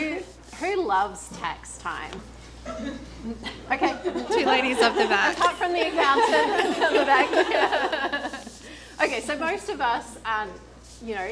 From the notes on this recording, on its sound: In this episdoe I'm sharing the audio from my first event, Flourish + Thrive.